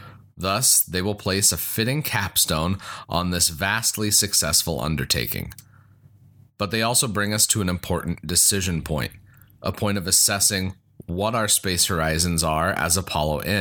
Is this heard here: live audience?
no